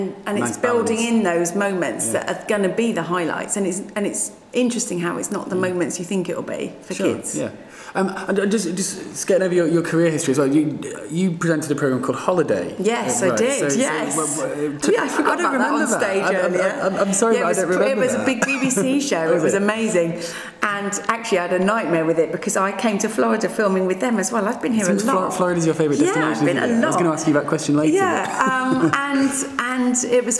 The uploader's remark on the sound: at the Global Travel Group conference in Orlando earlier this month